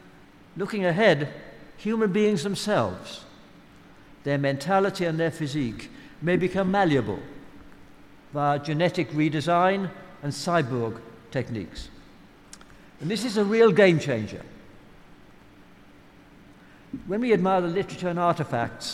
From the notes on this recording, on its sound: Recorded live at the EartH in London's Hackney on 19th March 2019.